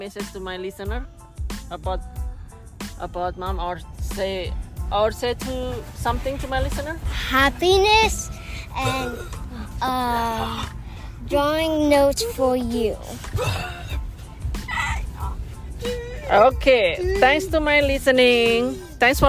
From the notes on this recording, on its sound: We talked and did the recording in the car.